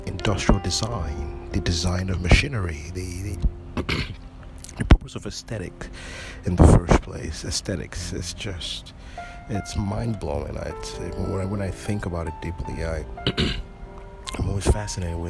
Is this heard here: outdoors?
yes